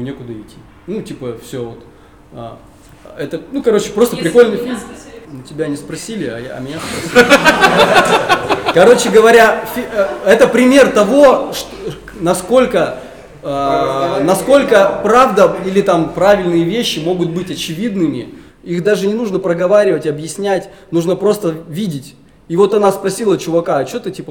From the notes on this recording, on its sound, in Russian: Свершилось — записали первый публичный подкаст.